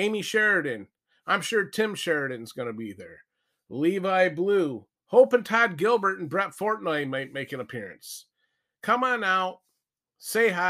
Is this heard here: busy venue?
no